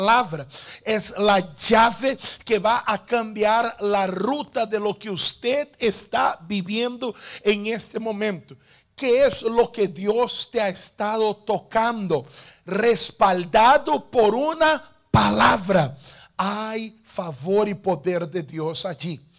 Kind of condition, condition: setting, large echoing room